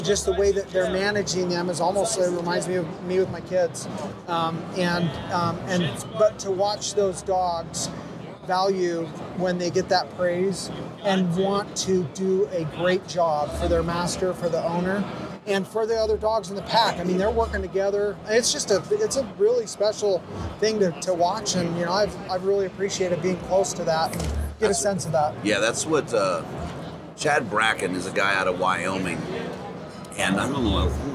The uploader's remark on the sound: Live From Hunt Expo 2020